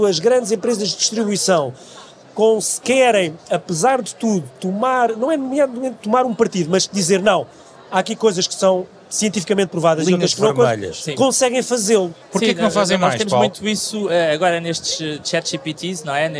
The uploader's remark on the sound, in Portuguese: Programa gravado ao vivo na Web Summit.